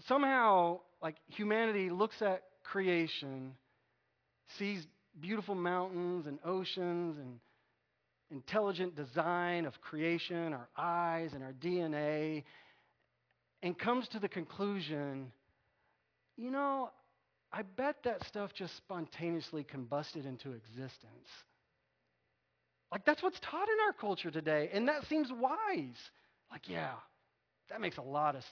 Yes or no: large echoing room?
yes